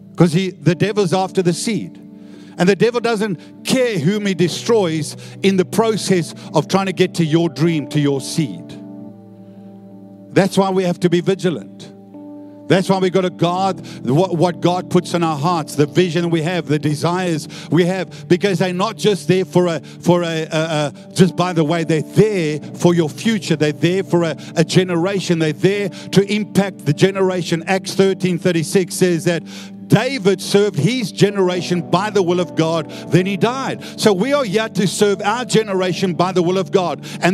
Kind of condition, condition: setting, large echoing room